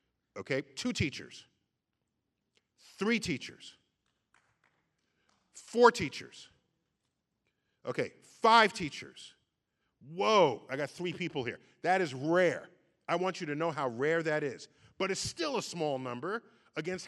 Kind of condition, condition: setting, live audience